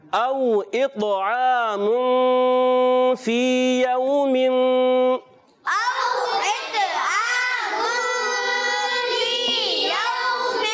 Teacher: فی حرف مدہ ہے، ایک الف کھینچ کر ادا کریں گے، یوم واولین ہے، نرمی سے ادا کریں گے، تنوین کے